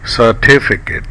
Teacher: Say certificate with the first vowel in about and follow with a stressed bit vowel